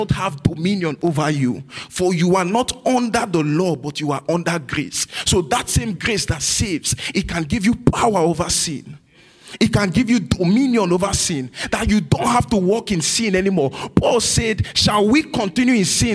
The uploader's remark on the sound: This message was recorded at New Covenant Church on April 16, 2023 in our night service.